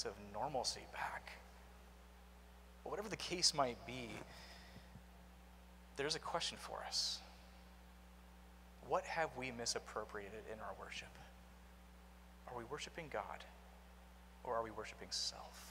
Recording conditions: large echoing room